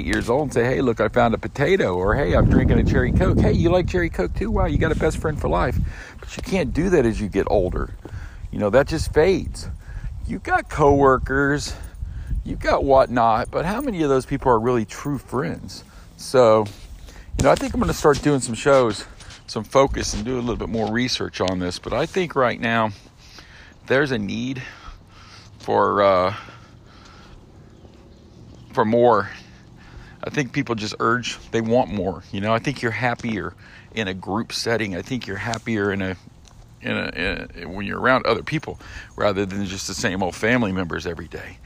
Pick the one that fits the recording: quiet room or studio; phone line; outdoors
outdoors